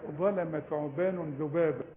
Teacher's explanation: الظاء الثاء الذال، لازم تطلع طرف اللسان